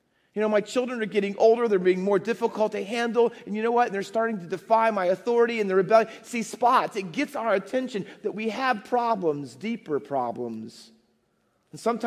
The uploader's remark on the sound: Faith Baptist Church in Hamilton, NJ.